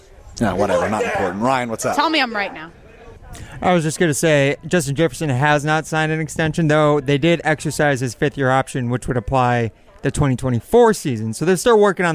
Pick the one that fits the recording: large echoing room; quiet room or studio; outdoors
outdoors